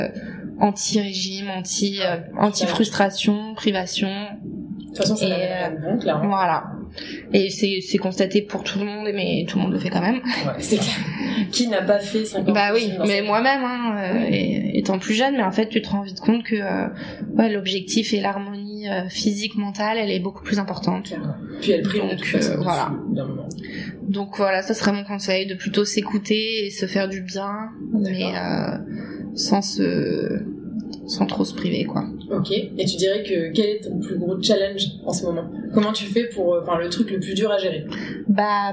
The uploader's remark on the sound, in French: CET EPISODE FUT LE TOUT PREMIER ENREGISTRER, LE SON EST DONC TRÈS TRÈS MOYEN